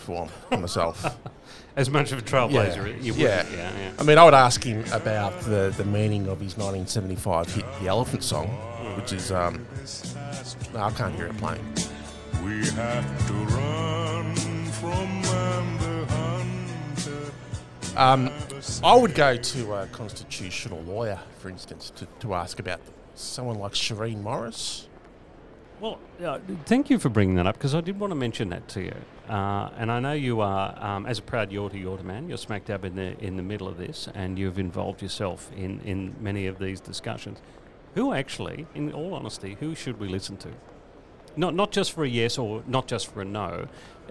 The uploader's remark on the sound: Live from the Chairman’s Lounge in Fyshwick. Live from the place where the real decisions are made.